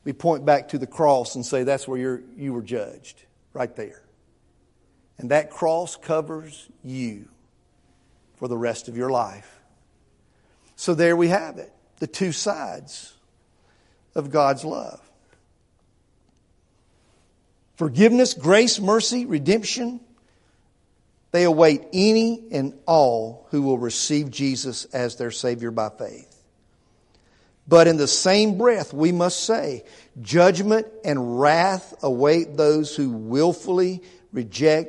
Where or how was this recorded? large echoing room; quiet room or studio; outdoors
large echoing room